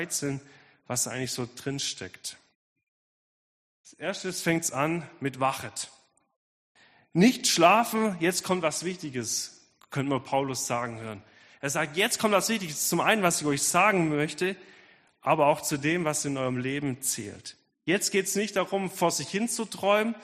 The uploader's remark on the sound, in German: Predigt der Sueddeutschen Gemeinschaft Ditzingen